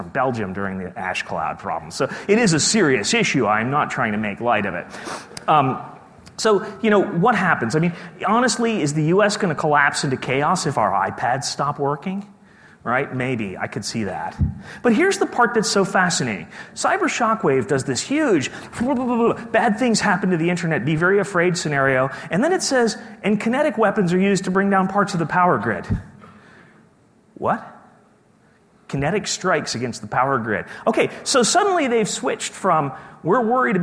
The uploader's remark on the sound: keynote speech from day two of the conference